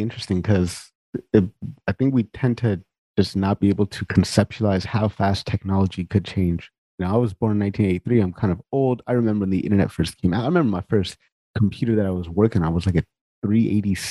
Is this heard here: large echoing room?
no